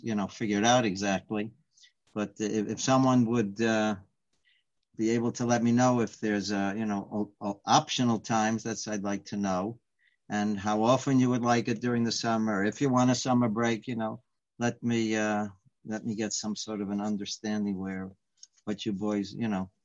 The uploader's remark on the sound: Live On Zoom